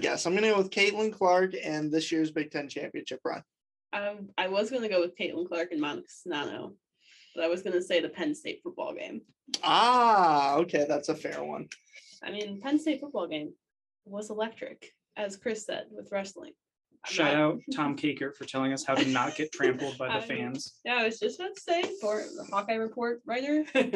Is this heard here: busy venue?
no